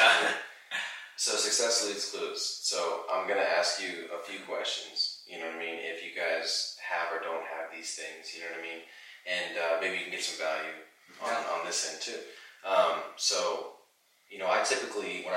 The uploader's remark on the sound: Apologies for the audio on this one! Our audio files were corrupted and we had to use the Camera audio.